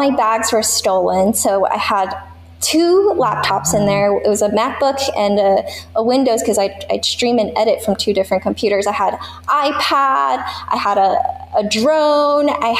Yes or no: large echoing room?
no